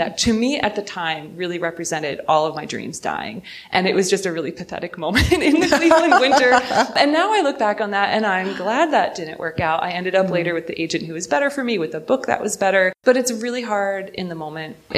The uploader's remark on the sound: In this special live episode. This episode was recorded before a live audience. At Cleveland Public Library as part of Literary Clevleand’s Inkubator Writing Conference.